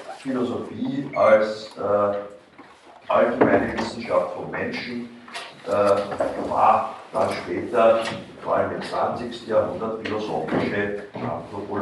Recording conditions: large echoing room